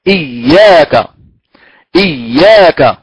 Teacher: الأصل في الكلمتين ياء مشددة، والياء المشددة تخرج من وسط اللسان